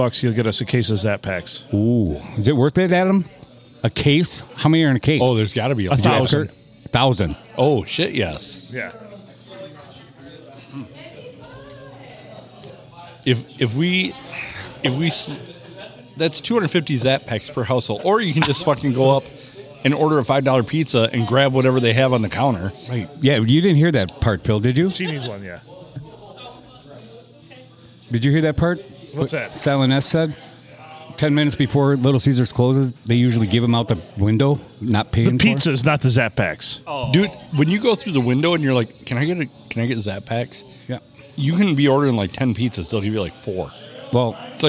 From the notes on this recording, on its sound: We recorded this one at Bench Warmers in Sandusky